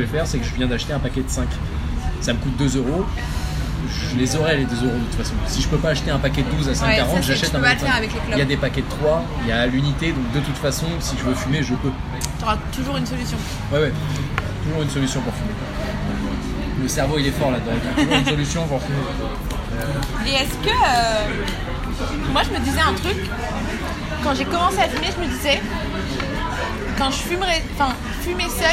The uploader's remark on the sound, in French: La conversation qui va suivre a été enregistrée en mars 2018 à l’iPhone à une terrasse de café. Je vous la livre sous sa forme la plus brute. La qualité n’est donc pas au rendez-vous.